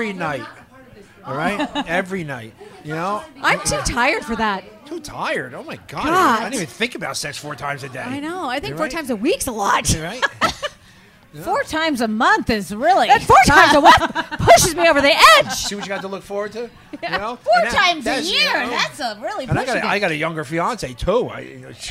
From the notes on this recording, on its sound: Live from BravoCon.